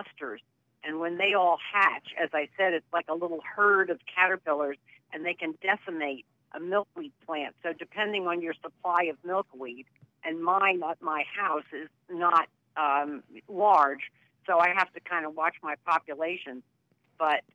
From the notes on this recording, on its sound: your phone call questions